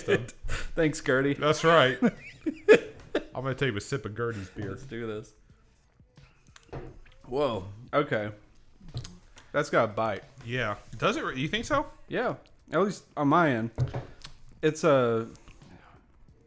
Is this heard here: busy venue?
no